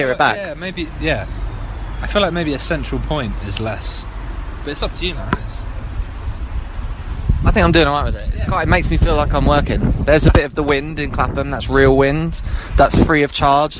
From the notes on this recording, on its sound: comes live from a pricey pub in Clapham